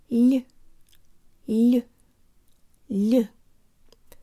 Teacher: it's an L with a slight Y sound built in. Л, л, л. · Term: soft L